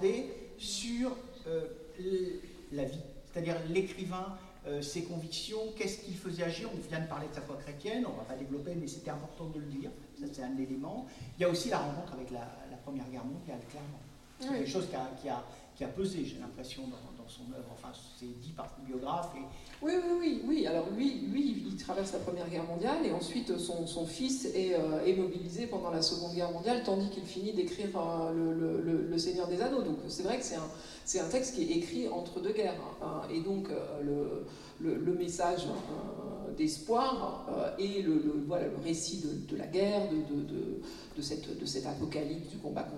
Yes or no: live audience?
yes